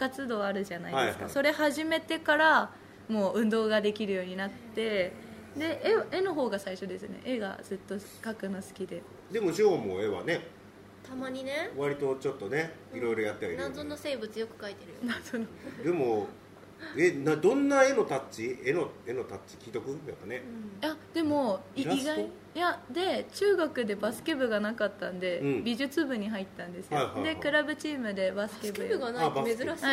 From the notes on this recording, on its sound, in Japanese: LIVE前にこっそりと会場で収録した回です。